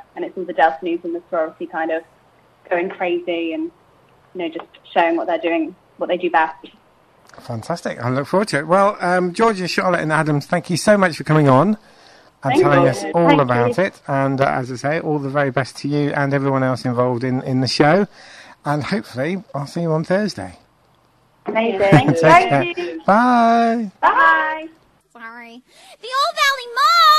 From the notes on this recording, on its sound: joined on the phone